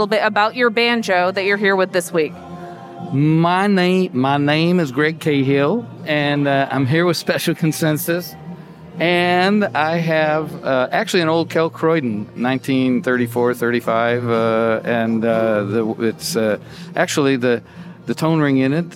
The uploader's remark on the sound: IBMA "Man on the Street" Interviews!